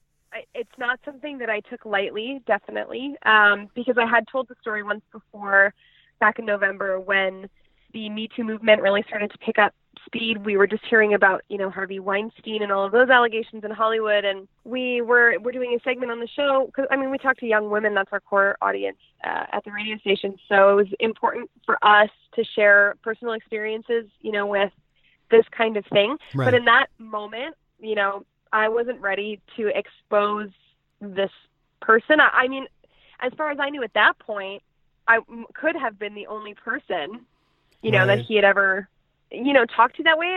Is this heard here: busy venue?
no